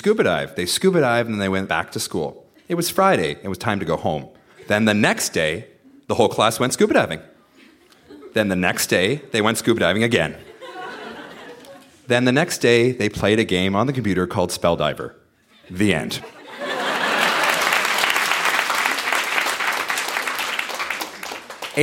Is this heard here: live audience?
yes